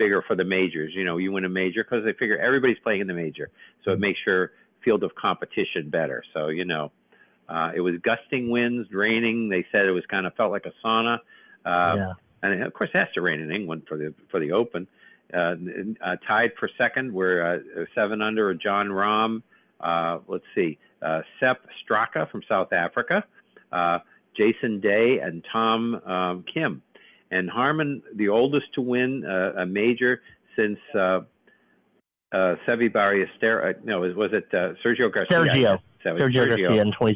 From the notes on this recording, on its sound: take your live calls